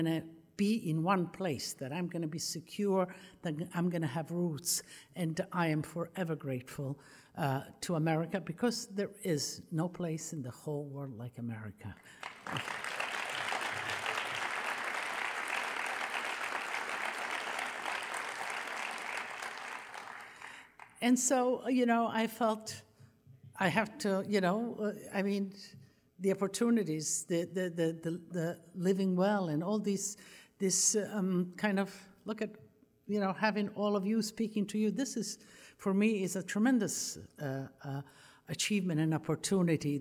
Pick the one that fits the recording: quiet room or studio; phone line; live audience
live audience